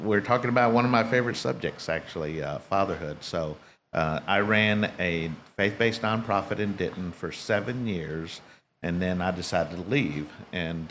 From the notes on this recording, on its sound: This week, recording live from Old House BBQ in Carrollton, Texas.